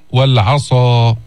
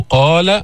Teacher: الصاد فيها إطباق، القاف ما فيها إطباق، فعطى مثلين لحرفي الاستعلاء، واحد فيه إطباق والثاني ليس فيه، وأحدهما ليس فيه إطباق.